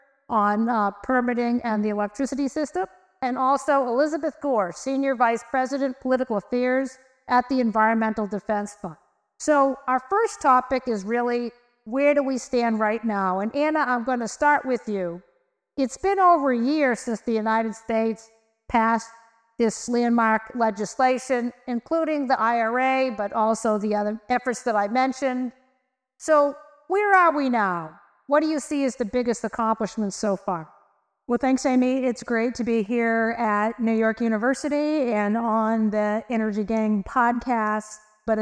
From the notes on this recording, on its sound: Live from NYU. As part of Climate Week in New York, The Energy Gang recorded a special edition in partnership with New York University: an expert panel.